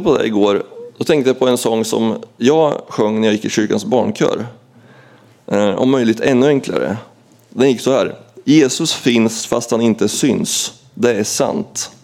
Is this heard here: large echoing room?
yes